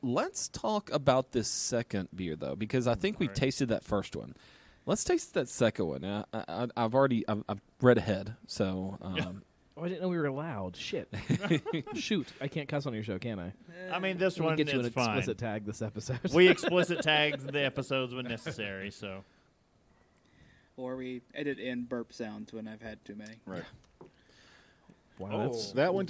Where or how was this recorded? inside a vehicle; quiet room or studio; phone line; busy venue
busy venue